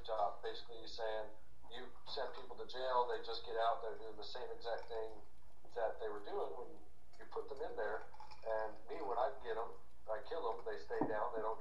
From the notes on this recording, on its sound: Sorry for the dive in audio quality I was trying a new system and it didn't work out too well.